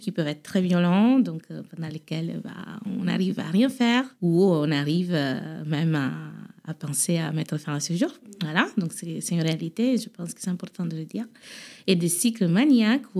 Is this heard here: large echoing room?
no